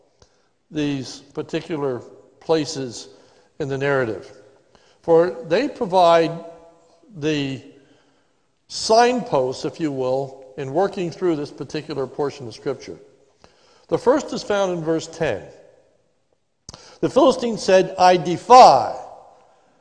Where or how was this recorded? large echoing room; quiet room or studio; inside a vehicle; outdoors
large echoing room